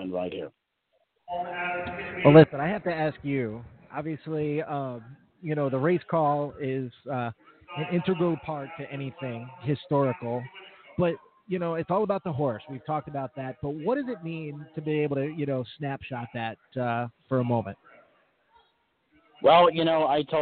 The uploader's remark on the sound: Live from Jackson Raceway! Is proud to announce its live remote schedule for Sunday’s (July 8) Jackson, Mich., Fairgrounds event.